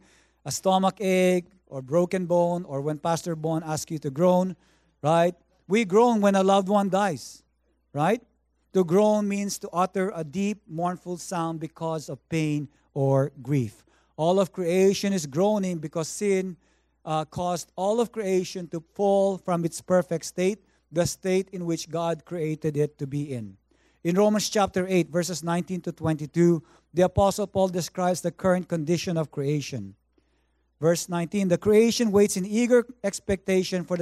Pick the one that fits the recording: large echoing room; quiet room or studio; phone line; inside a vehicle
large echoing room